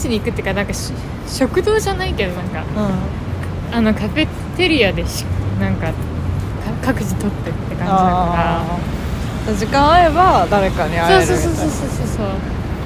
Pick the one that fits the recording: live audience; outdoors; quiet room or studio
outdoors